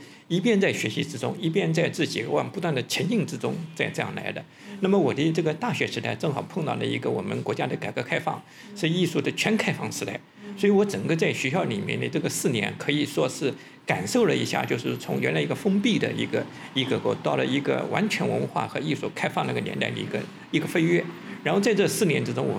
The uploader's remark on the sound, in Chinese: 在展览现场的对谈